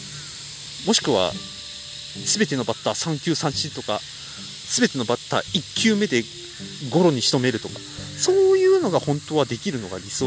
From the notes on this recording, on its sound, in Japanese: 3月以来の富山にきております。久々の富山城公園を歩きながら話してみました。